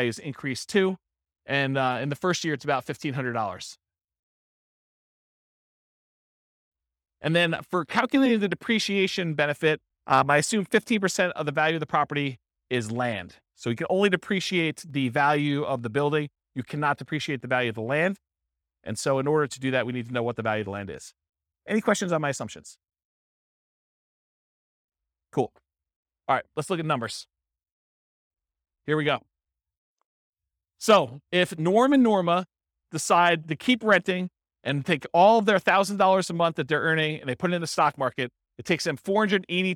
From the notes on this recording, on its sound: This was a live class recorded